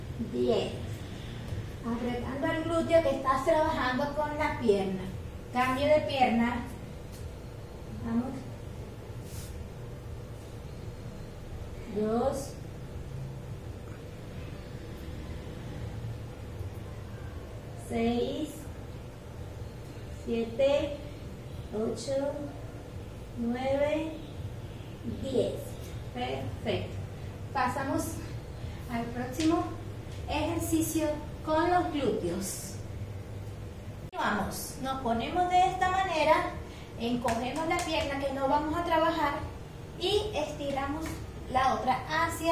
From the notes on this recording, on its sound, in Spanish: Video grabado por mi esposo. Desde mi celular Redmi S2 y editado con la aplicación capCut.